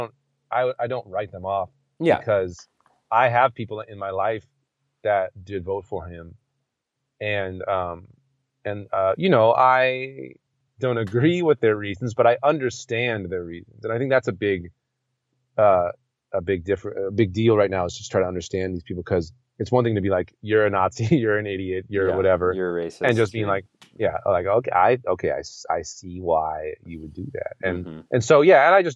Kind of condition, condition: setting, inside a vehicle